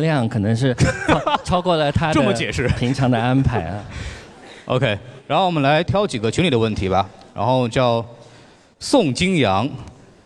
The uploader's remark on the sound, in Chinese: 上海美琪大戏院。映后交流的现场录音。回答了现场观众的录音。